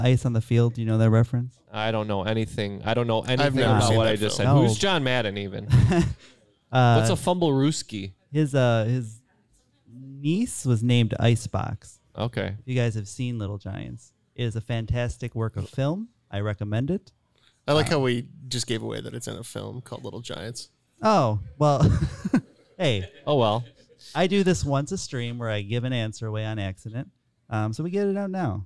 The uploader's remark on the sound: Live From SporcleCon 2023